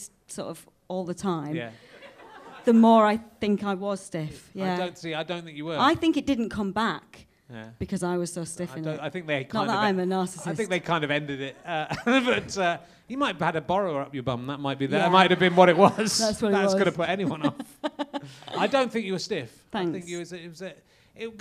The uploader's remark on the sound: RHLSTP comes to the Great Yorkshire Fringe. The York audience have fun trying to name different kinds of cupboard and being insulted.